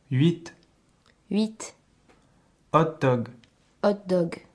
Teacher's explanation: H is pronounced as if it's not there.